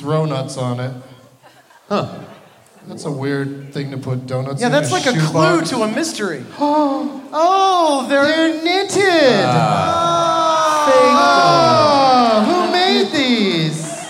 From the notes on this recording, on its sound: Live from the Wilbur Theatre in Boston